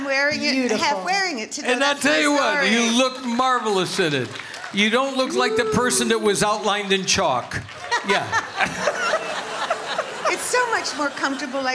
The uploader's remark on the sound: Live at the South Point Casino.